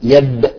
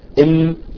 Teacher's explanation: انطباق الشفتين في الباء أقوى منها بانطباقهما في الميم. إذا قلت يب إم لاحظت انطباق خفيف في الميم، بينما بالباء يكون أقوى.